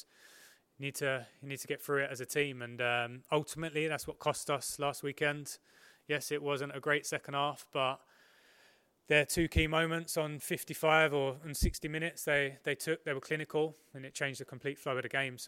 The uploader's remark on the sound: PRESS CONFERENCE